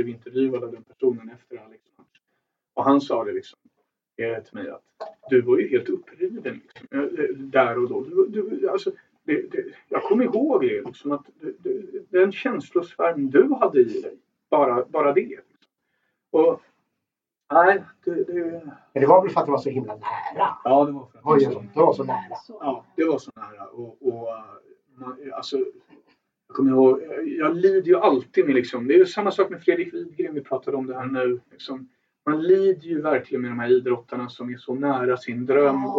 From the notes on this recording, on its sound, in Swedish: Vi beklagar ljudkvalitén i veckans avsnitt.